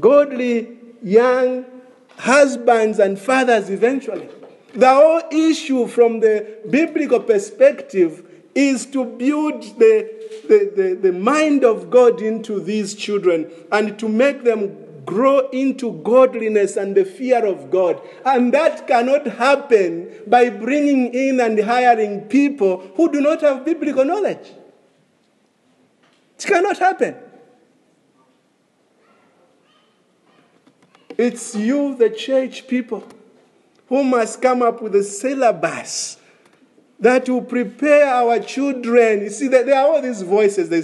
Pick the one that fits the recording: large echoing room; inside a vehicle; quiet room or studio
large echoing room